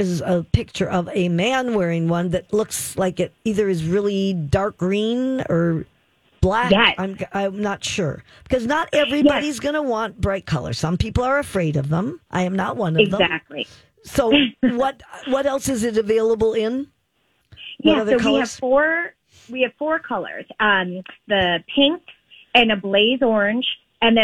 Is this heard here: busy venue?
no